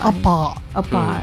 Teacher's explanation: British people don't really pronounce the R.